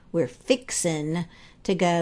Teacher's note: in the South, we drop the G's a lot